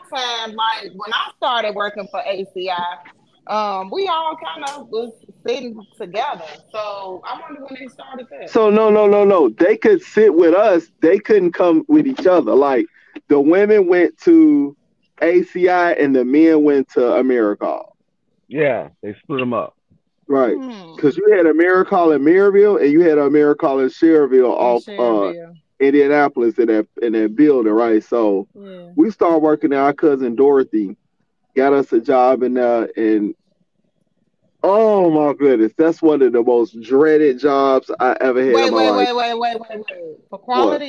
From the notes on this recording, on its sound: we have phone conversations